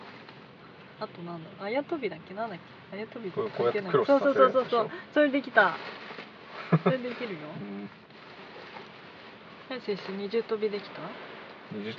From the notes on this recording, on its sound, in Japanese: 車内での録音です、途中雨音がします。